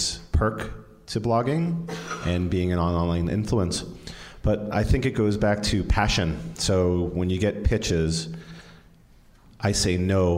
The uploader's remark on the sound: Live from Type-A NYC. We recorded an episode in front of a live audience from the Type-A Bootcamp (a mini-conference for bloggers). We also fielded some great questions from the audience about various digital parenting issues.